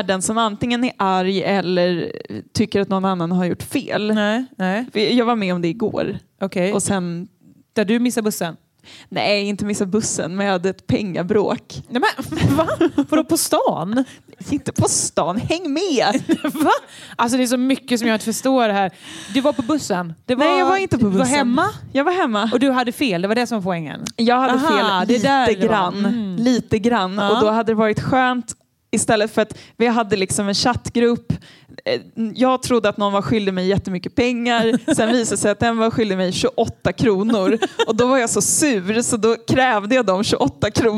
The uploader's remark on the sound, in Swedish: Vi spelar in live inför publik i Katrineholms kulturhuset Ängeln. LIVEPODD!!!